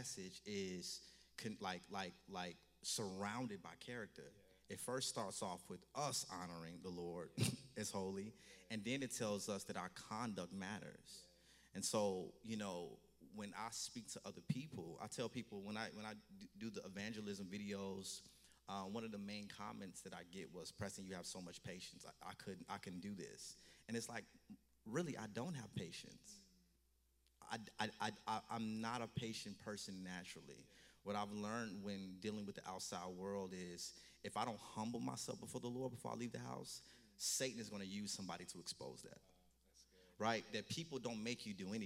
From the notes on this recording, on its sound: Stand Firm Tour Toronto Live Show